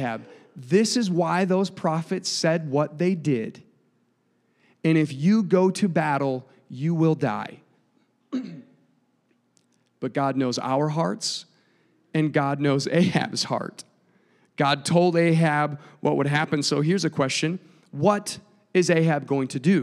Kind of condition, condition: setting, large echoing room